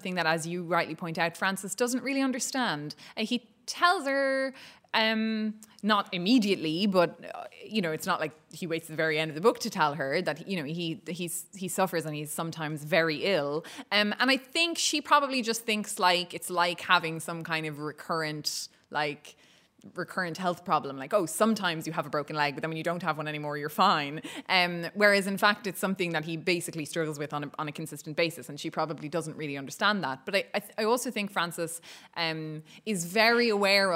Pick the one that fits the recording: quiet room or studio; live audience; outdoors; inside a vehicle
live audience